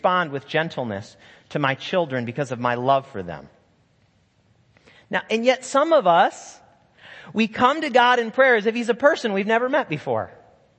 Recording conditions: large echoing room